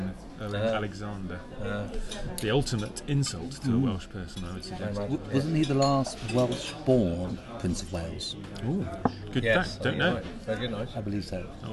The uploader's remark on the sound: The Owain Glyndwr, Cardiff, UK. We stopped by a pub in the centre of name.